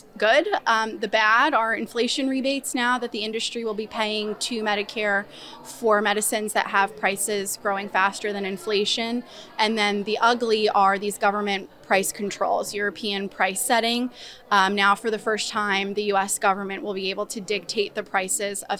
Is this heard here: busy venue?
yes